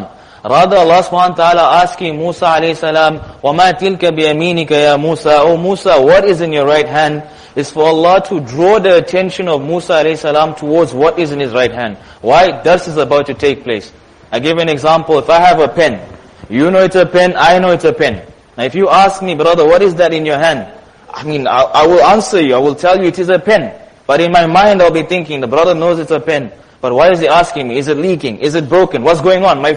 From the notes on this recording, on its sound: Jumuah Lecture at Masjid Nur ul Huda.